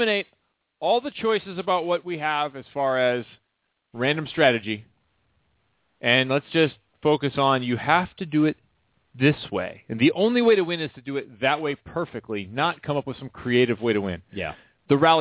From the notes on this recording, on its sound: checked in, by phone, for a few minutes